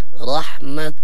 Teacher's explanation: إذا وقفنا عليها نقف بالتاء المبسوطة وليس بالهاء المربوطة